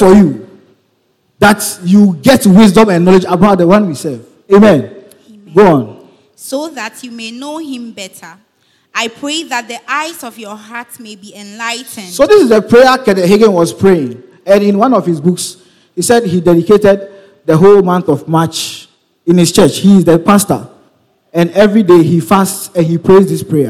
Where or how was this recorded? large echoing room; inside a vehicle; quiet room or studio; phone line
large echoing room